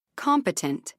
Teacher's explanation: 3 syllables, main stress on the 1st syllable